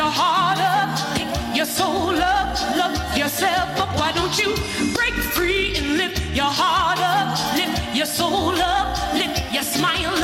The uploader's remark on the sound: Live performance and interview. From CKUT 90.3fm live radio broadcast at the Montreal International Reggae festival August 2016.